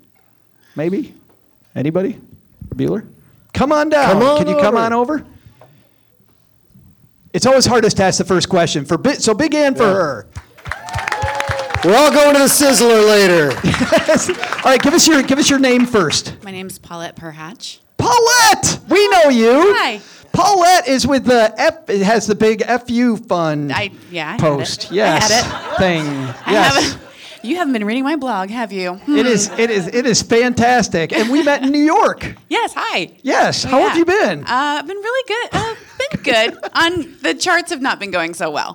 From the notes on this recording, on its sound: We kick off live show week with a great story. Plus, because we're live, we've brought a TON of financial and community stars with us. We were joined on stage by our guest co-host. It's a really fun episode in front of a live crowd.